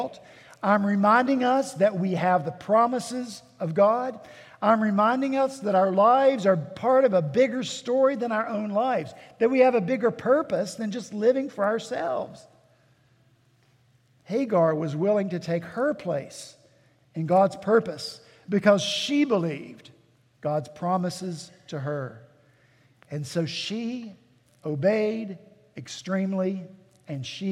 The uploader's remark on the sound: At Redeemer Presbyterian Church in Charleston, SC